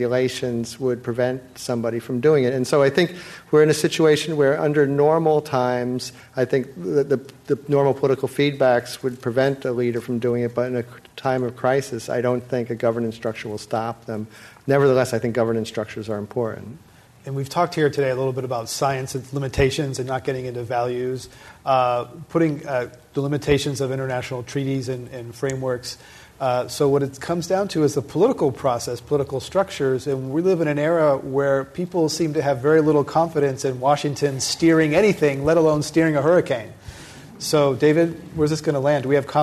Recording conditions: live audience